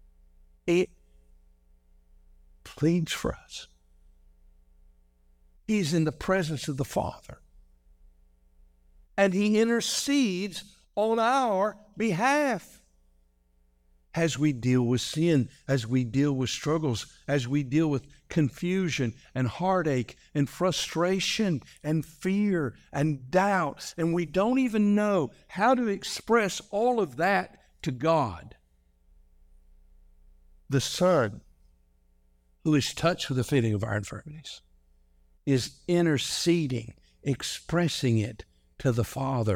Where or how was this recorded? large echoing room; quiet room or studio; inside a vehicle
large echoing room